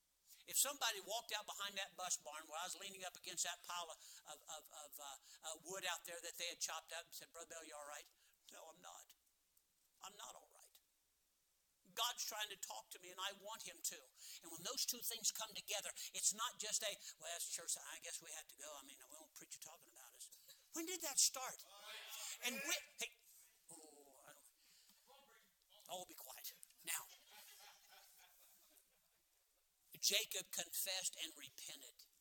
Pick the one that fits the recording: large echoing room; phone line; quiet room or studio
large echoing room